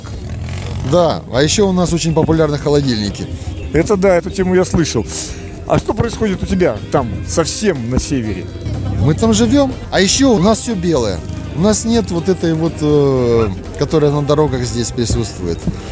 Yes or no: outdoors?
yes